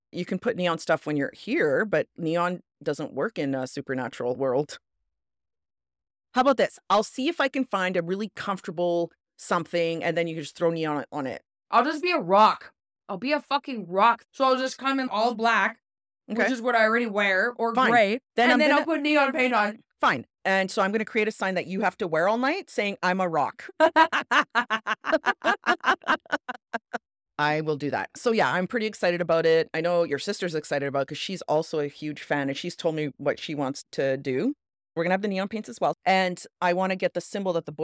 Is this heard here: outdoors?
no